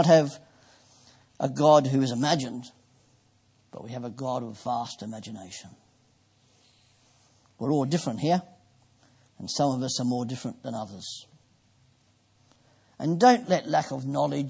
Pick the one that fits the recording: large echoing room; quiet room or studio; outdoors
large echoing room